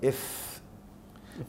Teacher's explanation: وفاء من بطن الشفه مع اطراف الثنايا العلى